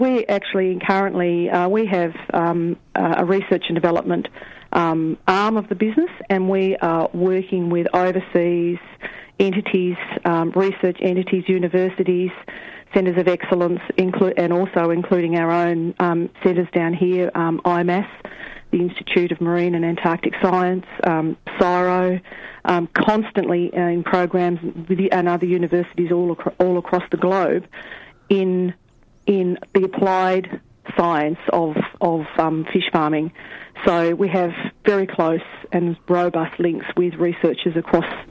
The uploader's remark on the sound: On the phone.